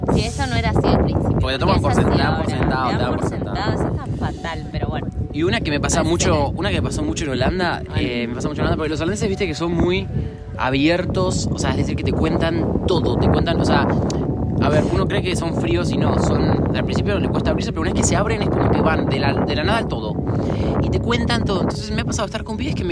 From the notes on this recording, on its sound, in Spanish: Descubranlo entre el ruido del viento y el pianito que no sabemos por qué suena de fondo.